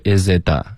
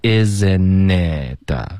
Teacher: 丢了音节，你发的是 isit，应该是 isn'tit